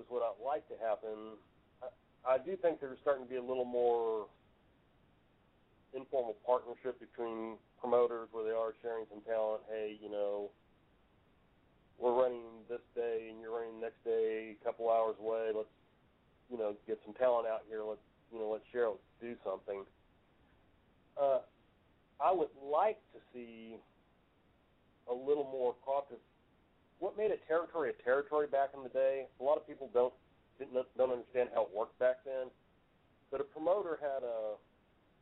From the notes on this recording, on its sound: We got a phone call